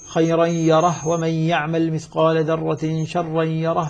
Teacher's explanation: هشام هو يسكن وصلا وقفا